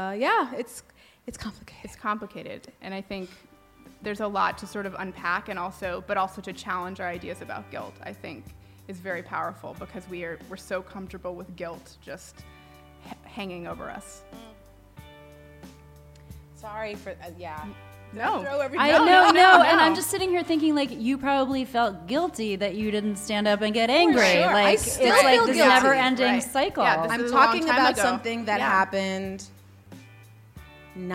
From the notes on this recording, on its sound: F*ck Mom Guilt World Tour Live. Joined live on stage at Betabrand in San Francisco.